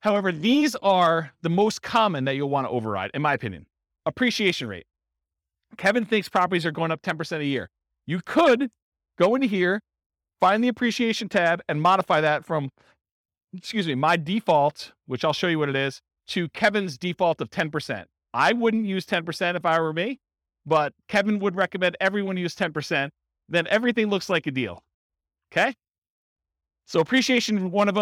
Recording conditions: live audience